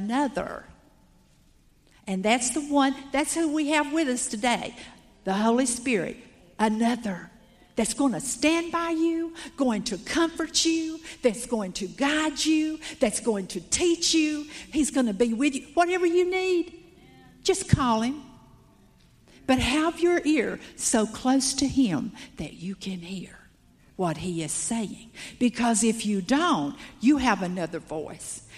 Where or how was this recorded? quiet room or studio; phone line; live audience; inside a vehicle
live audience